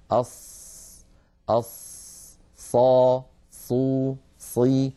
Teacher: شئنا نقول من بين الثنايا العليا والسفلى. والمطلوب من القارئ أن يضع رأس لسانه منتهى الطرف عند الصفحة الداخلية للأسنان السفلى